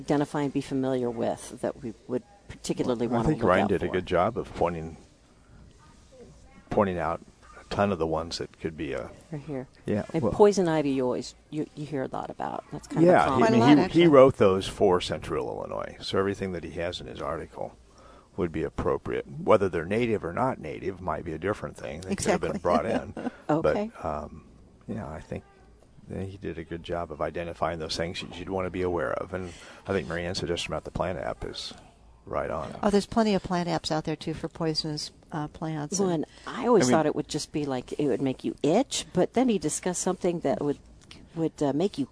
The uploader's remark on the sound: Live at Prairie Gardens